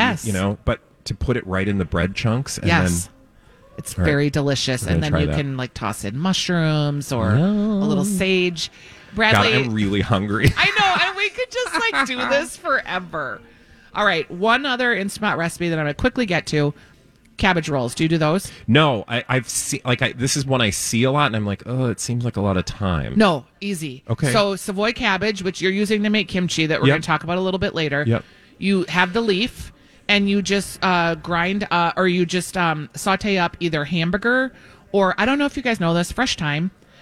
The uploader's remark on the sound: live at Southern Lights!